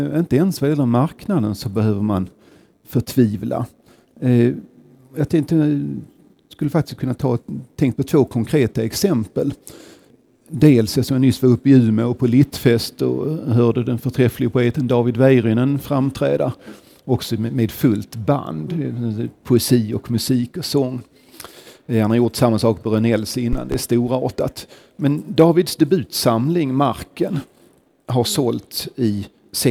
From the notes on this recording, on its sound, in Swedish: Inspelad på Poesimässan, Stockholms Stadsbibliotek den 23 mars 2018.